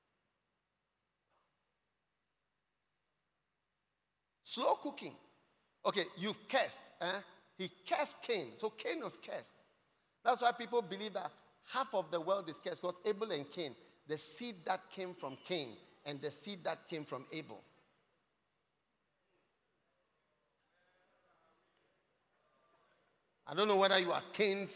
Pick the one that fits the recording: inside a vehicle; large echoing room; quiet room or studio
large echoing room